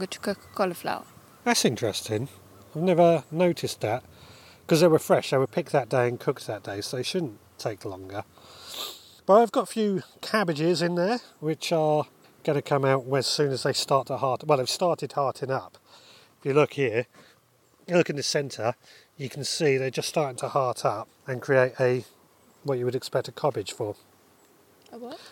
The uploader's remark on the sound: Walking around the allotment with my wife. Tonight I recorded us chatting as we wandered around the allotment.